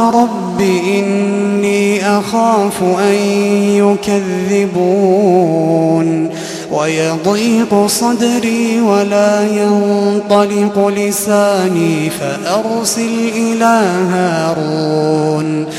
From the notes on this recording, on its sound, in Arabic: تسجيلات من صلاة التراويح لشهر رمضان عام 2016.